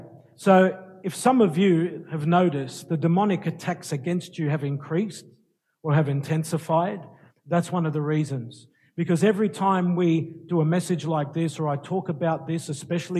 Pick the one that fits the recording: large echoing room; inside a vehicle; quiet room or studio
large echoing room